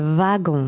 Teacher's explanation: The W in this word is pronounced like a V.